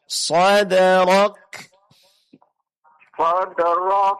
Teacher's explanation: Qalqalah pada dal, bunyi pantulan pada huruf dal ditipiskan.